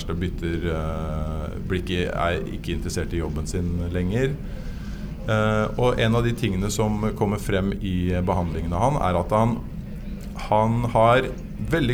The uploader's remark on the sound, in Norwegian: Live fra iProsess nettverk for toppledere på Grand Hotell.